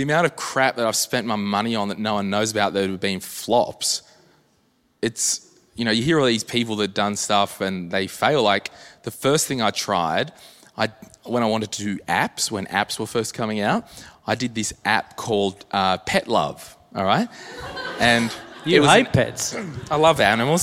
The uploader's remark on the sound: This is the live recording from our m3 live tour - Brisbane this was you! Answer a few live audience questions.